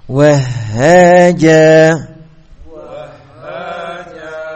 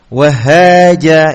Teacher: Wahaja masih kurang. Kurang lama atau durasi pengucapan ha itu masih kurang. · Shown in: second take